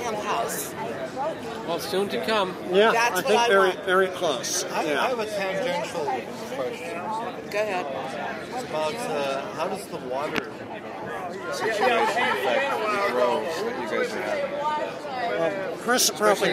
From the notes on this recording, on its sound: HIA 25th Conference. We set up a table in the Vape Lounge outside ( yes people the Hilton rocks) and had a blast.